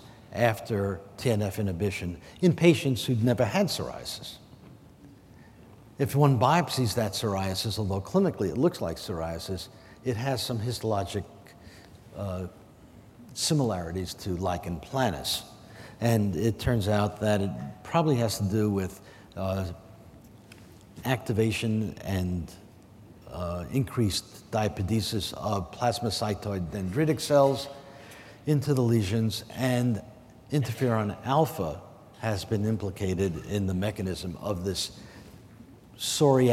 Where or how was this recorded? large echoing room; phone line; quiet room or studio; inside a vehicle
large echoing room